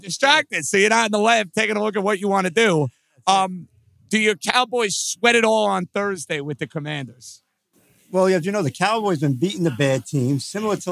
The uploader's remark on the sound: NYNY Live from Katch Astoria